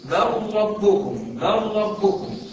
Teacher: ادغام كامل اهو، اللام ليست لها وجود